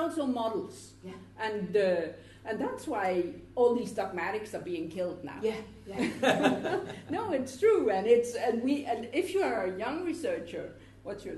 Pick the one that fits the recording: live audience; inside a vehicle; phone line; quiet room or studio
live audience